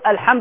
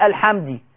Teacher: وقام بتغيير الضمة إلى الكسرة بدل ما يقول الحمد راح قايل الحمدي، السؤال هل هذا يعد لحنا جليا يخل بعرف القراءة ويغير في المعنى؟